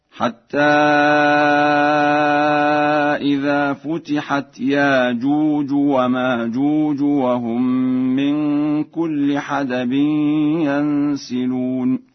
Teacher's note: قرأ ورش لفظ يأجوج ومأجوج بإبدال الهمزة فيهما